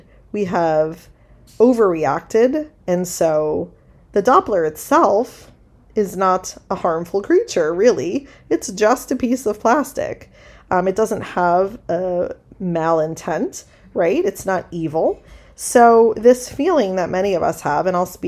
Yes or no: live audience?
no